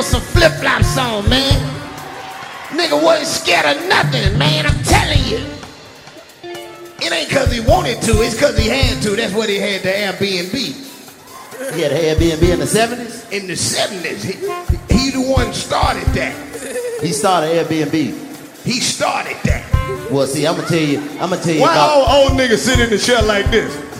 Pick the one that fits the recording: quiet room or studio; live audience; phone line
live audience